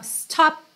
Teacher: esse P do stop corta o som mesmo